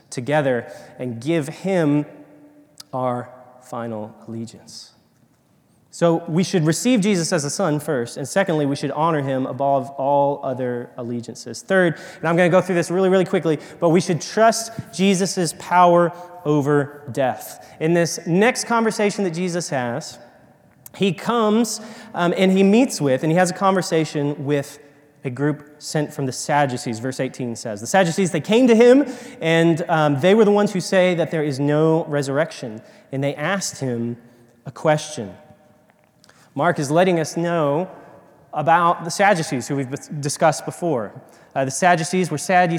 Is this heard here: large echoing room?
yes